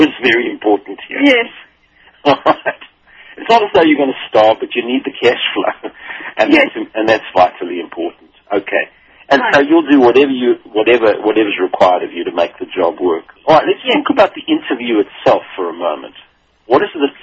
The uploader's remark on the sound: coaches phone-in callers